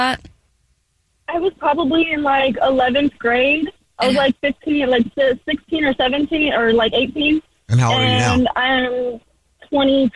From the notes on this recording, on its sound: On the phone right now is a woman who has a Dirty Little Secret!